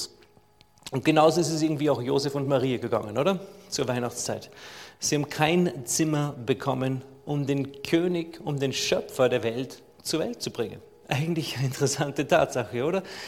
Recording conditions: large echoing room